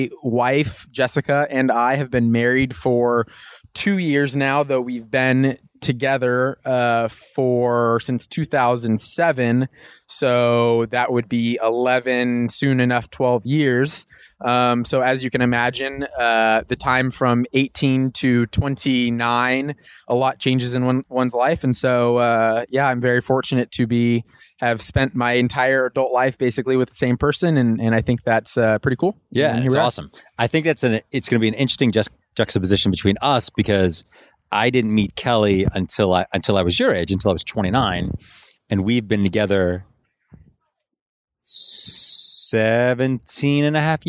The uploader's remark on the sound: sit on a sidewalk outside a gym